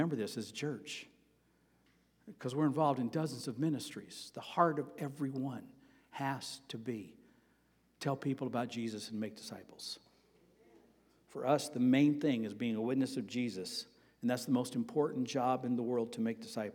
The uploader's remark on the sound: Sermon preached on August 7, 2023, at Avondale Baptist Church.